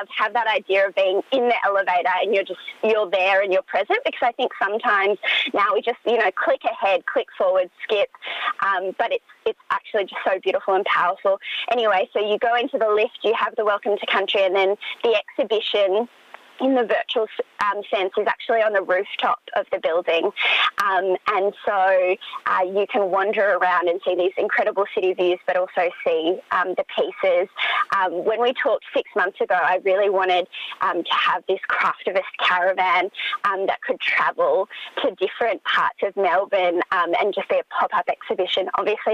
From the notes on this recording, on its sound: is joined on the line